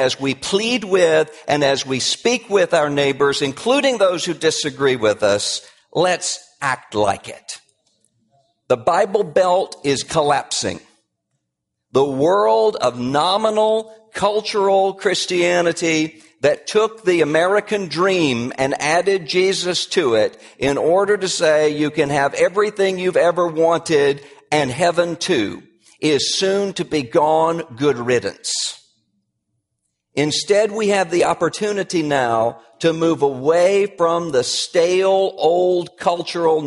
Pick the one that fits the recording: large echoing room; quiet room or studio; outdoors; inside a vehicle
large echoing room